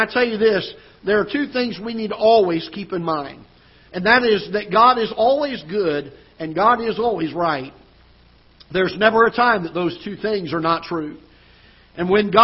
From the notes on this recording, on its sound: Ketha Heights Baptist Church ~ Live Broadcast.